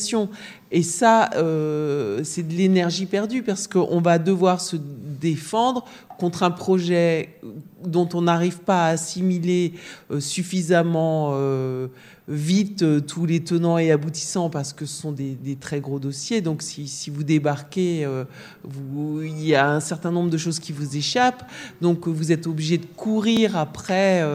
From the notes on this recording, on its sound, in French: Questions et discussions avec le public présent.